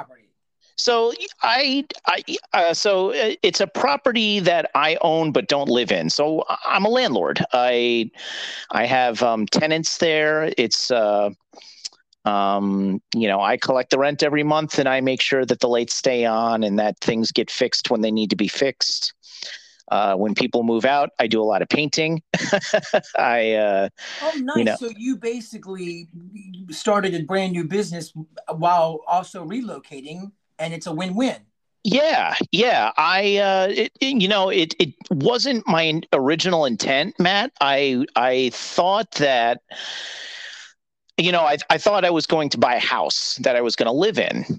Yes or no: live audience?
no